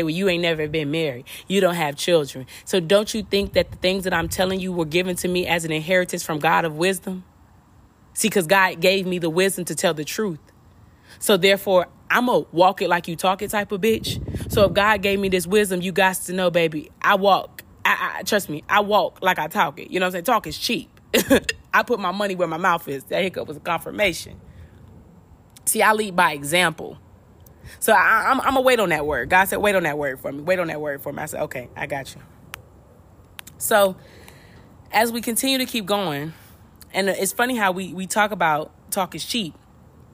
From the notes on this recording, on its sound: You Will Hear Wind at Times!